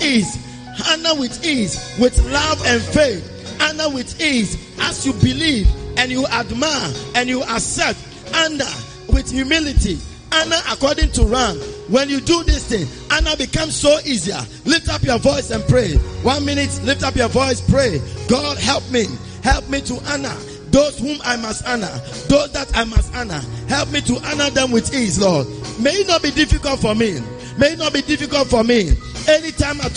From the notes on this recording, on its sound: Preached at the Spiritual Encounter Service.